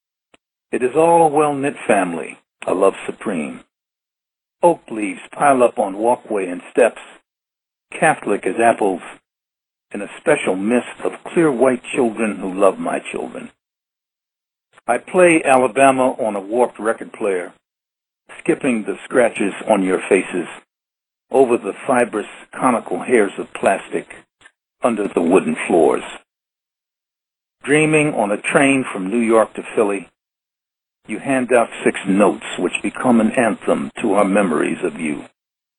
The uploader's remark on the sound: Agreed to be interviewed by telephone. Is being presented as a historical recording.